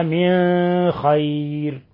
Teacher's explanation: كان يخفي النون الساكنة عند الخاء